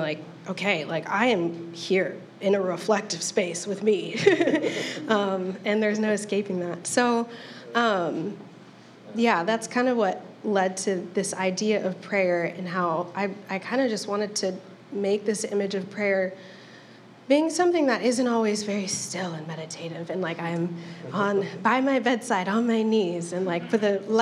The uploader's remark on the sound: A live recording from the Peace, Be Still art reception.